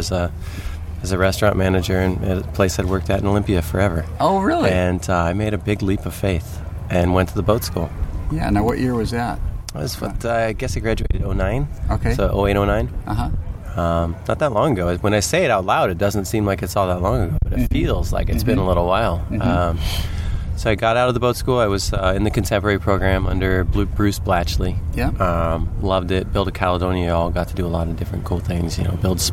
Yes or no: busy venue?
yes